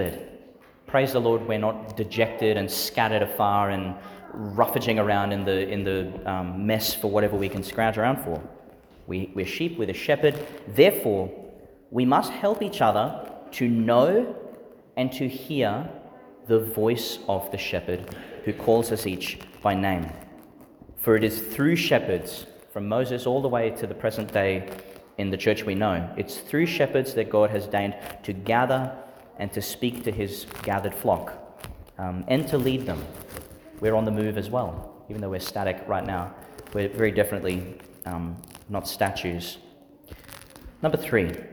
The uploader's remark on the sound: Homily for the Eleventh Sunday in Ordinary Time, delivered in St Peter Chanel Church, Tannum Sands, Qld.